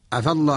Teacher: وكذلك عفى الله عنك لما أذنت لهم، عفى الله، هناك الألف بعد الفاء، عفى، هذا الألف يكتب الألف لأنه واو ينقلب عن واو، عفى يعفو، عفوت. فإذا قرأنا عفى الله في الوصل يسقط الألف في اللفظ، وإذا وقفنا نقول عفاء.